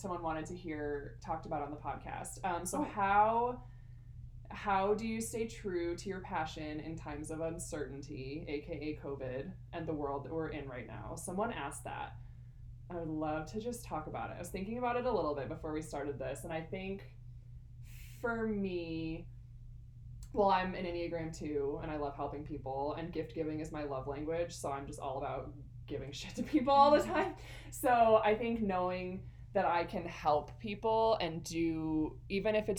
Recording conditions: uneven or low level